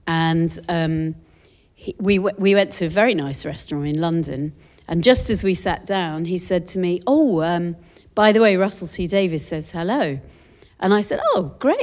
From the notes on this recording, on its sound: Live in Sydney.